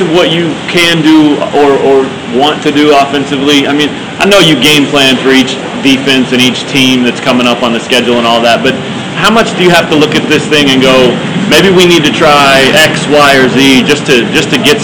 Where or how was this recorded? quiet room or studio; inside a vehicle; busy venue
busy venue